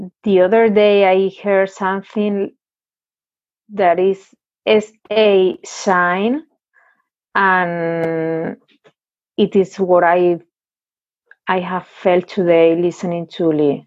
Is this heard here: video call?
yes